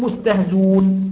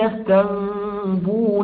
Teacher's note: يعني لما ألقى حركة الهمزة على ما قبلها أسقط الهمزة، هذا معنى كلمة أخملة، اللي هو لما نأتي ونحذف الهمزة خلاص فتسقط الهمزة فلا وجود لها. فلو حذفنا الهمزة في كلمة مستهزئون تصير مستهزون، أو في كلمة يستنبئونك نقول يستنبونك